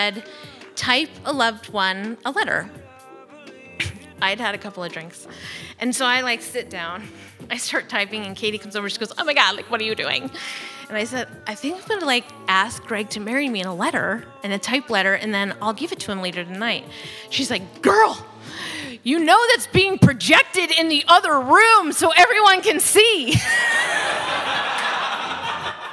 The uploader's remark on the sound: from a Raconteur event recorded at Leon Gallery on November 3rd.